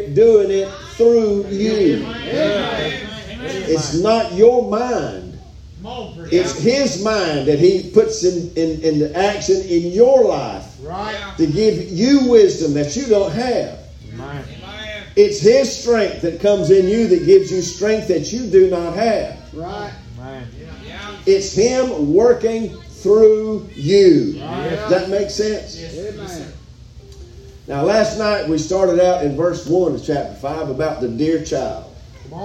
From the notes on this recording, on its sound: Live from Still Water Baptist Church.